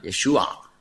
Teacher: Und dann ist noch ein Problem, der letzte Konsonant, Yeshua, Sie hören den fast nicht, ja? Yeshua, das ist ein Ayin, das ist ein Kehllaut ganz tief da unten. Man benutzt den auch im Arabischen heute, aber Europäer können den kaum korrekt aussprechen.